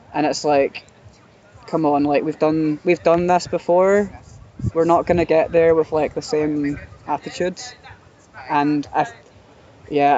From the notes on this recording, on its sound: Throughout the episode we have included a collection of short interviews from participants and audience members at the festival.